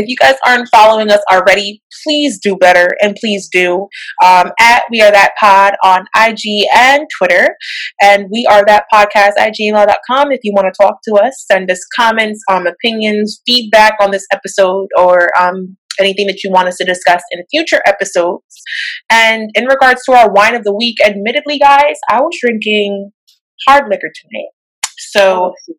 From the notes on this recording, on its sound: we had some slight technical difficulties this time around